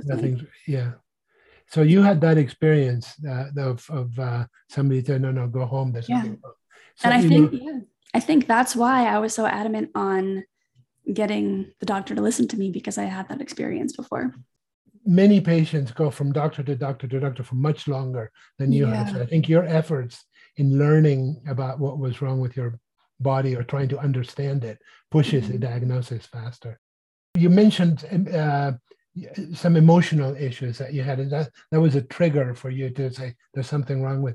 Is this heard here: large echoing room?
no